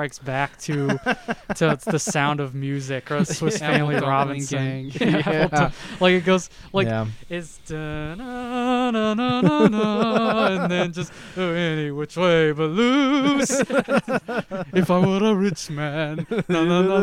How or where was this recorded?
outdoors